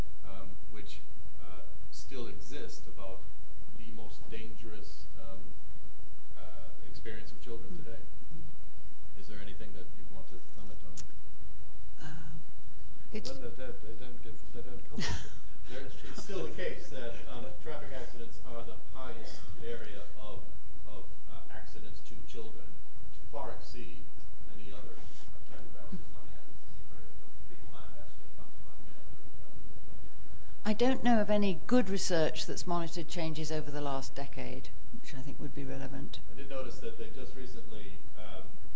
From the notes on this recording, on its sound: We apologise for the poor audio quality, this was because of technical problem with the audio-visual system